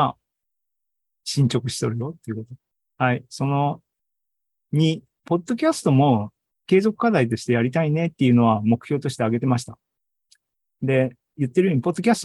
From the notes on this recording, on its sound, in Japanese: ２０２３年７月２９日に開催した ZOOMライブの模様です